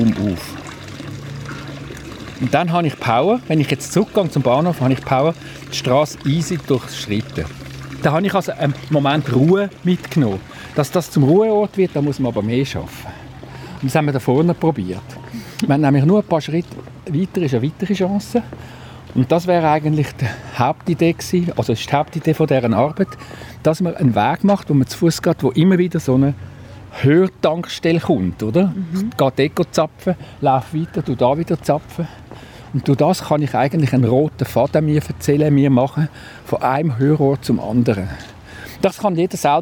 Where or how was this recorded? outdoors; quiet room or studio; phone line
outdoors